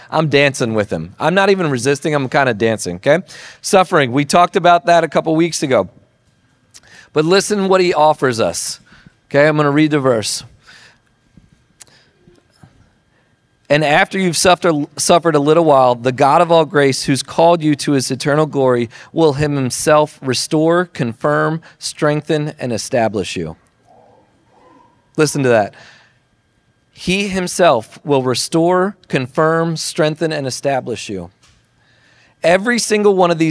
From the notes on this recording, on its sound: Recording of Sunday gathering.